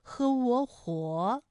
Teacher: 我们的唇形始终是圆形的，舌位的动程呢是由高到半高，在归音的时候呢是要弱收到位的。我们要注意到的是窝的唇形，而不是呃的唇形啊，它始终是一个圆的窝，哎，最后是弱。